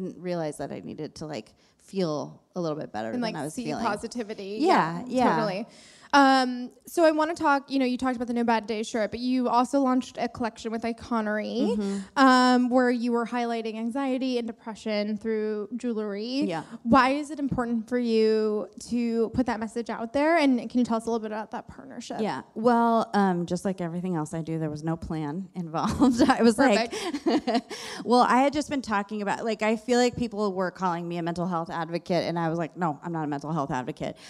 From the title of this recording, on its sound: Live from the WorkParty Tour